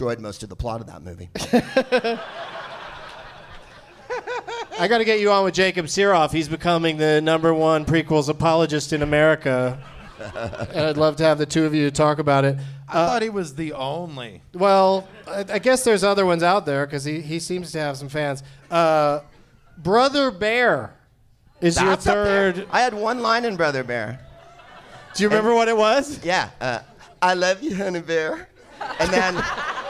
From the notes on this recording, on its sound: Live from the Helium Comedy Club in Portland, OR